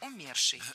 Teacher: Ударение в этом слове должно падать на корень слова «умерший».